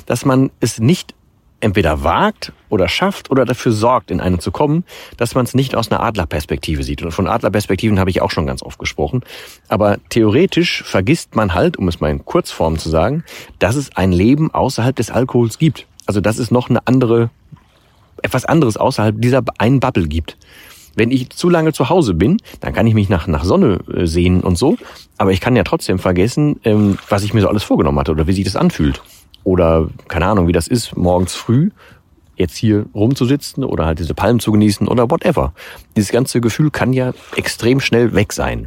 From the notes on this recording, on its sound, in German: in dieser Folge vom Strand